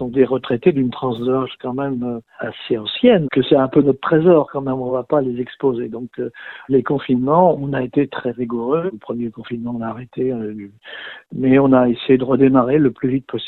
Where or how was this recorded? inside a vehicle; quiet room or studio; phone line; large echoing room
phone line